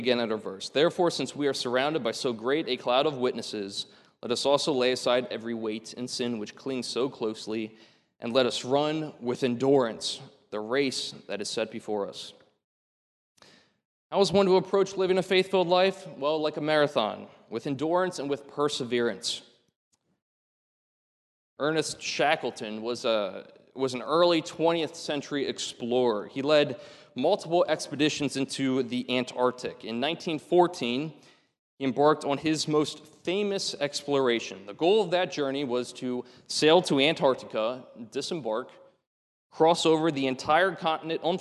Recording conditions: large echoing room